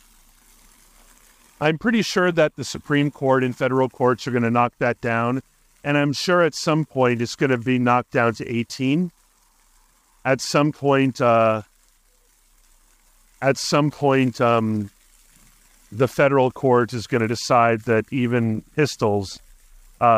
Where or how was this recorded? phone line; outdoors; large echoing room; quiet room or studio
outdoors